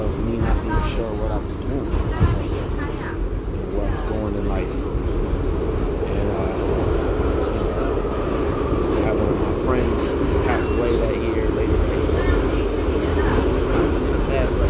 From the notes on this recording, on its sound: Sorry for the loud noises on the train and bus